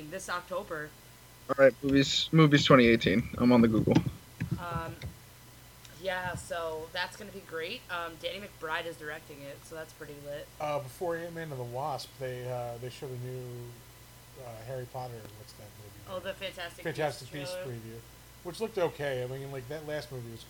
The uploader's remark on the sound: APOLOGIES FOR THE SOUND ISSUE.